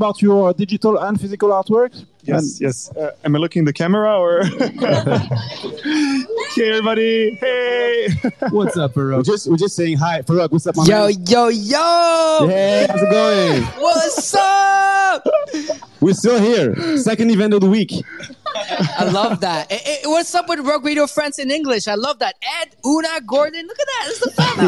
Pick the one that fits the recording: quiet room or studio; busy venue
busy venue